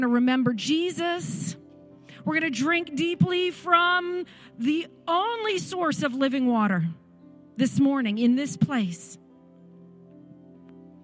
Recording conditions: large echoing room